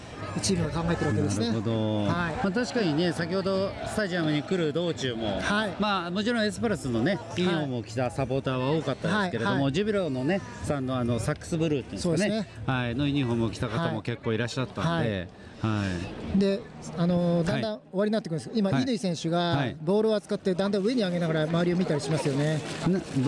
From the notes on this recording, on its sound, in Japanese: 清水エスパルスとジュビロ磐田の静岡ダービーの試合会場から収録！